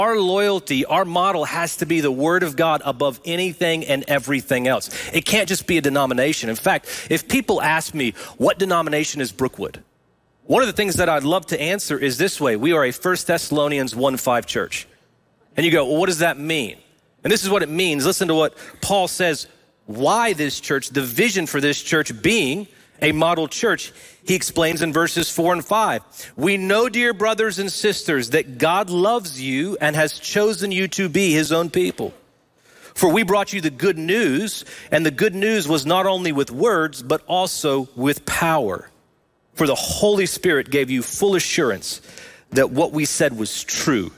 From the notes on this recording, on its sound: Recorded live at Brookwood Church on 10.01.23.